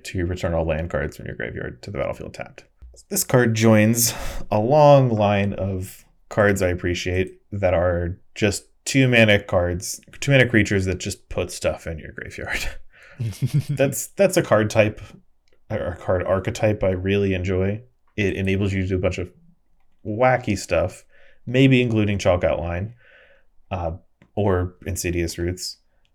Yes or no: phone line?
no